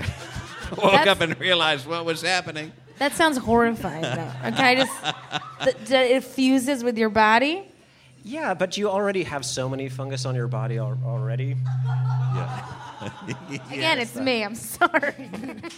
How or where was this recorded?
live audience